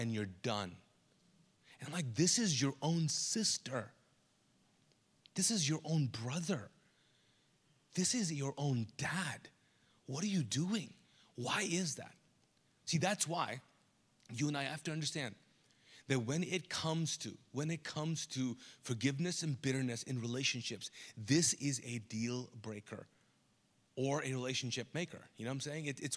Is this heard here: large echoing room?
yes